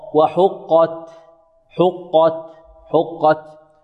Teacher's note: الحاء مرقة والقاف مفخمة والتاء مهموسة